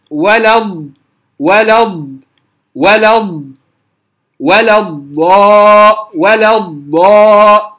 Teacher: يجري الصوت، يمتد الصوت على حافة اللسان إلى أن يتصل بمخرج اللام ثم ينقطع. لو أكملت بعد ذلك فاعلم أن الحرف ينطق بغير استطالته، وهذا مستحيل، أو هذا لحن أو خلل. · Term: الاستطالة